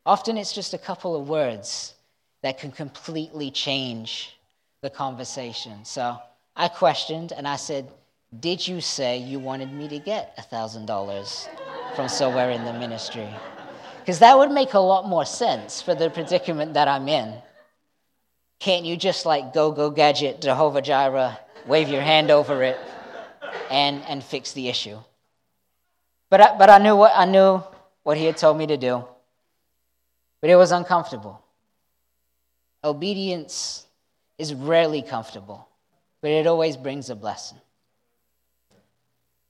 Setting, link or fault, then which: setting, large echoing room